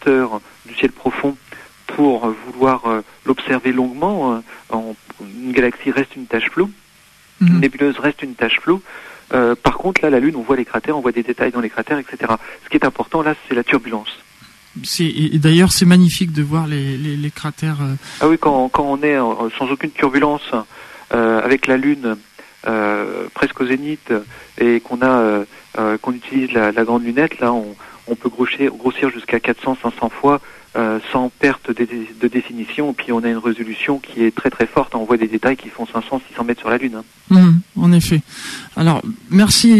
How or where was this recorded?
phone line